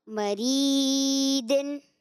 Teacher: ایک الف یعنی دو حرکات کی مقدار تک کھینچ کر پڑھیں گے · Term: یا مدہ